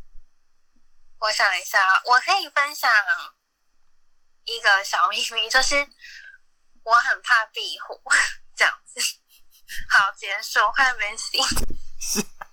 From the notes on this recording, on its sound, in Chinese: Clubhouse的電話錄音就是悲劇一場。